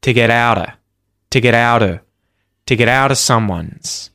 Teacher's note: As soon as I have a word after of and I reduce of, firstly, it gets the schwa sound, the vowel sound that is the schwa, to get out of someone's, to get out of someone's. And the other thing you'll notice is that the V sound, the V at the end of, disappears